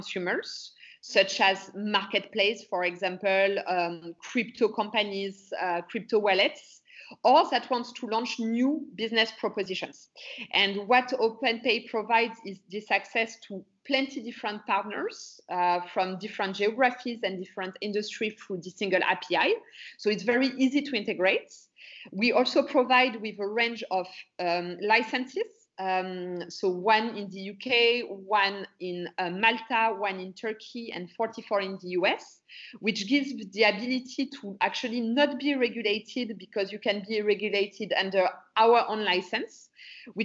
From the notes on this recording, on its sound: is joined over Skype